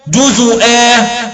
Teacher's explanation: سورة الزخرف الآية 15. أي أنه قرأ المرموز له بالصاد في الشاهد وهو الإمام شعبة بضم الزاي